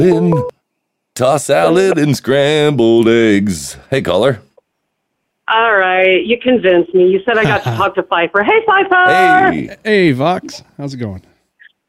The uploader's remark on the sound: Takes live calls. Your voicemails.